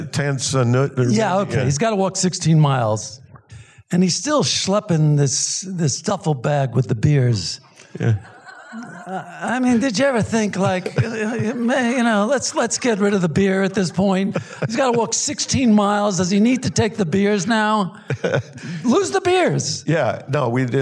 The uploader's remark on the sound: in a Q&A at the DGA theater in Los Angeles.